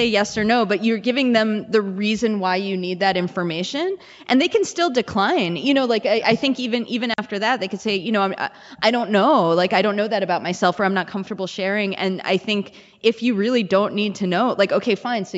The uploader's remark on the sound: Live from the MN Council of Nonprofits Conference. We had the pleasure of recording live at the Minnesota Council of Nonprofits Annual Conference, which was held in Duluth.